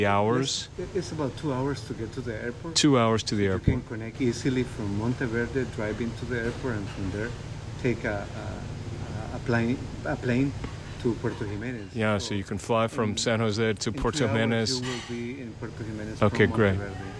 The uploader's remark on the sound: With some background noise from macaws and toucans.